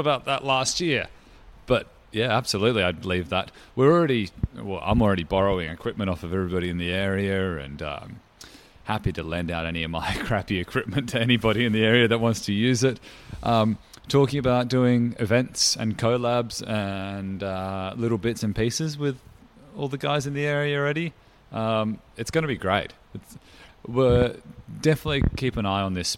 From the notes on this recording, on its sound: The episode was recorded at Molly Rose Brewing, Collingwood.